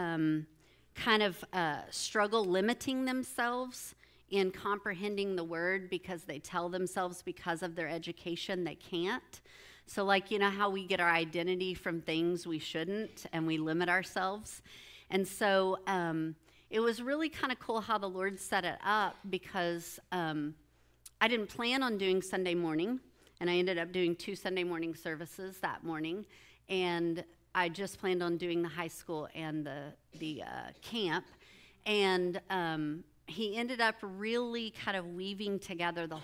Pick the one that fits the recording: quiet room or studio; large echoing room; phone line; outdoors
large echoing room